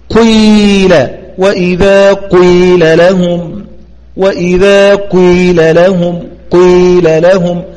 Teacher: فلا تقل قيل ولا تقل قويل، وإنما قيل قيل قيل. تبدأ الأداء بضم الشفاه بقوة، ضم الشفاه بقوة، لكن انفك بسرعة إلى الكسر. · Term: الإشمام